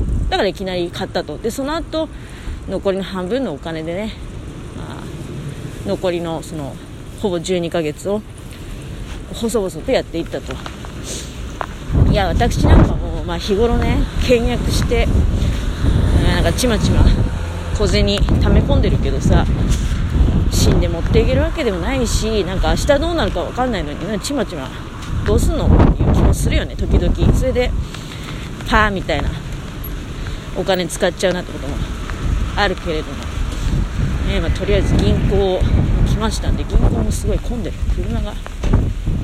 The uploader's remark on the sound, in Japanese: 強風の中をひとり歩きながら喋る